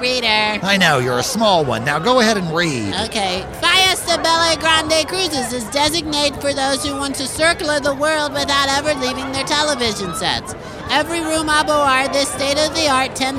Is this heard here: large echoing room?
no